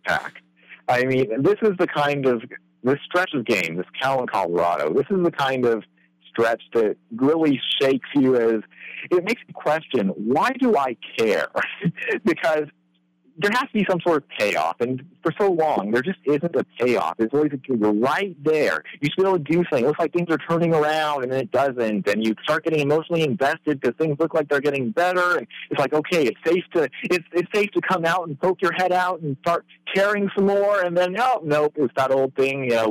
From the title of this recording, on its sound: Colorado Postgame Call-In Show